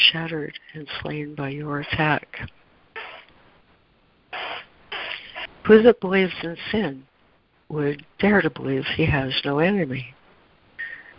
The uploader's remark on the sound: ACIM Daily Conference Call